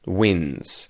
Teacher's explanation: We say the D when there's no S, but when we put an S on the end to make it plural, we say wins. And this sounds like literally he wins, like he wins a game, wins.